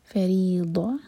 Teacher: فریضہ ضاد ہیوی، زبان کی ٹپ نہیں یوز کرنی ورنہ دال کا ساؤنڈ آئے گا پھر میننگ چینج ہو جائے گا.